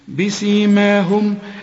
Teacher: الميم اللي احنا بنقفل فيها شفايفنا، ميم عليها سكون، ميم ساكنة، أقفل، لازم تقفل فيها شفايفك.